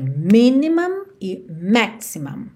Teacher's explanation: E essa sílaba que tem o M e o M é a última sílaba. E as sílabas tônicas são as primeiras nessas duas palavras.